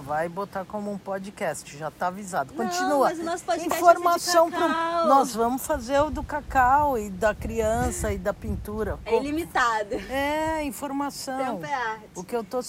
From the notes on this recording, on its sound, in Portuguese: Conversa gravado no celular que quis dividir. Claro me desculpando mou não pela qualidade do audio.